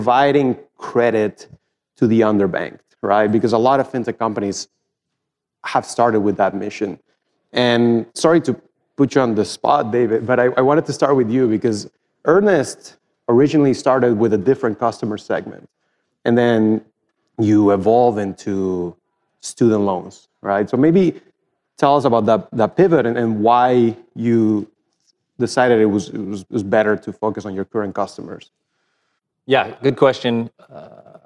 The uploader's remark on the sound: A recording of my live panel discussion at the MIT Fintech Conference. A Sloan student-run event.